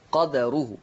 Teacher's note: قرأ ورش بسكون الدال · Term: القلقلة